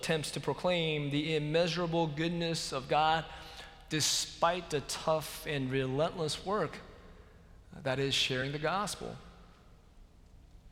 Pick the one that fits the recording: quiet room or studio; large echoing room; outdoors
large echoing room